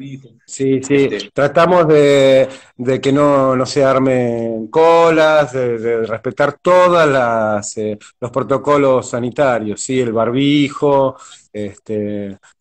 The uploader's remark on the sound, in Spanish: Entrevistas de cuarentena por Instagram Live